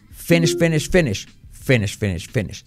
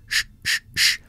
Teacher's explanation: sin activar las cuerdas vocales. Es un sonido que se llama sordo